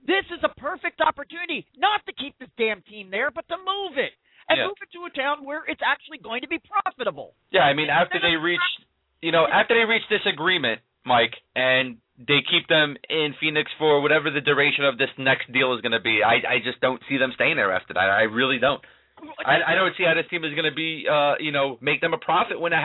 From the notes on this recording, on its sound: take questions from listeners via the telephone